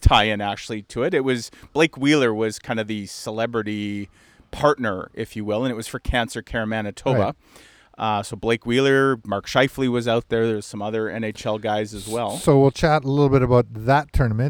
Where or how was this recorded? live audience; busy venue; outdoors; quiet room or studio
outdoors